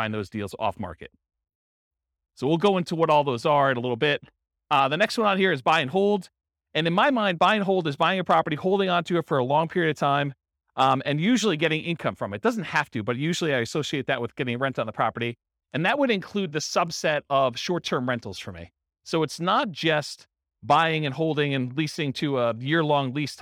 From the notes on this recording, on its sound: In Palm Bay, Florida. This was a live class recorded to give investors a solid qualitative overview of all the different real estate investing strategies.